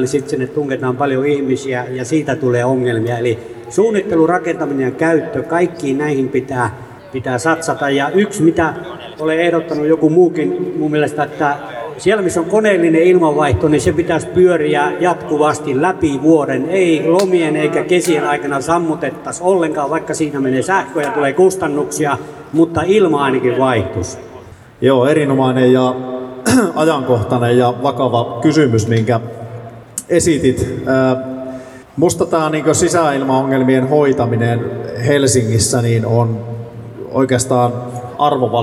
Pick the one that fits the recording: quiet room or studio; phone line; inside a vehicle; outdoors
outdoors